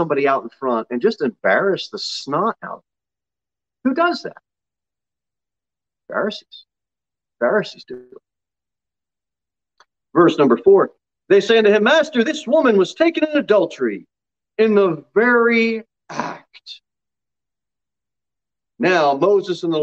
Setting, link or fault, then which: setting, large echoing room